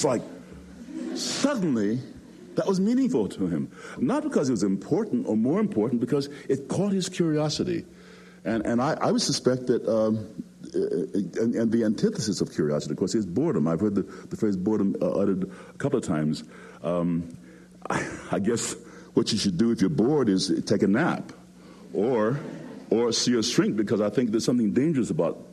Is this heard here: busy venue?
yes